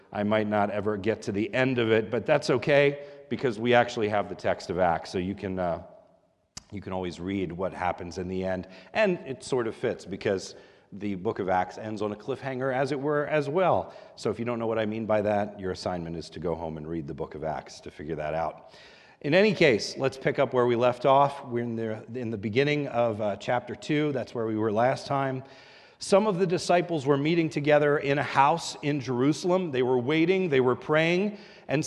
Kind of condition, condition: setting, large echoing room